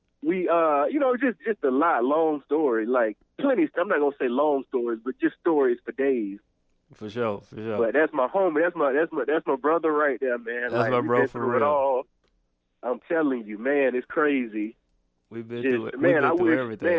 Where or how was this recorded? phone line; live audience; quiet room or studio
phone line